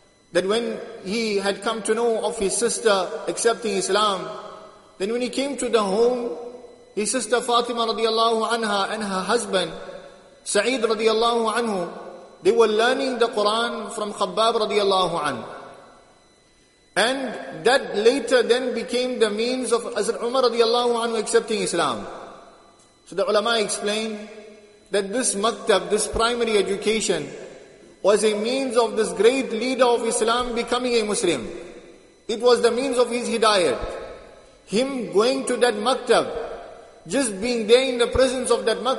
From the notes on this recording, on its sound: Jumuah lecture at Masjid ut Taqwa 13 Jan 2023